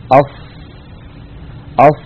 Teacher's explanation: تجدون بأن الصوت قد انحصر بين اللسان وسقف الحلق والحنك. أص، من المقدمة ومن المؤخرة.